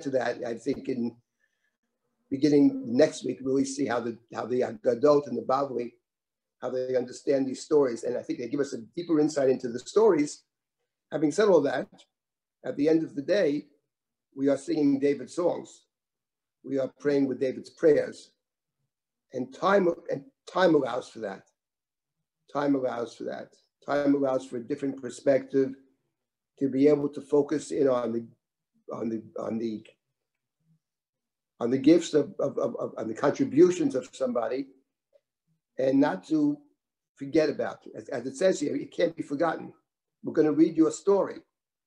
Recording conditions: video call